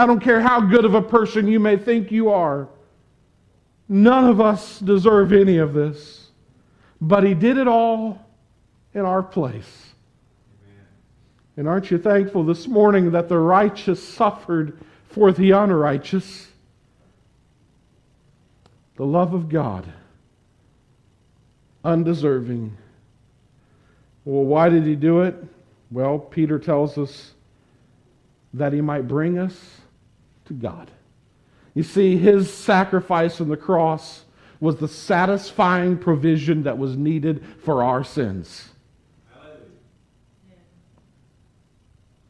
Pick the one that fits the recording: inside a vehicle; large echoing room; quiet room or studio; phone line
large echoing room